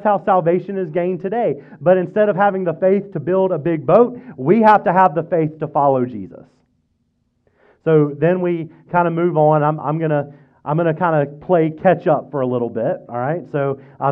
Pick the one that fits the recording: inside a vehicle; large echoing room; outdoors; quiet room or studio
large echoing room